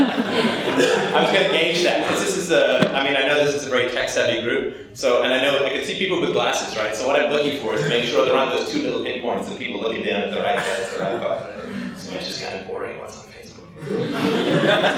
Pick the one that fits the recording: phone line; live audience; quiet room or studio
live audience